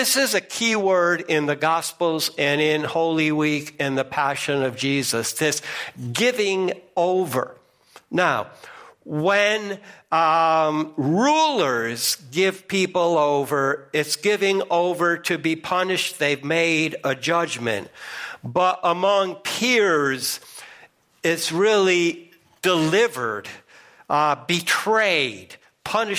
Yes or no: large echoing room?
yes